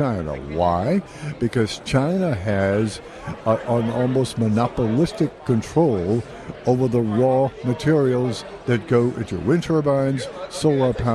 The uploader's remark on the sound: live from CPAC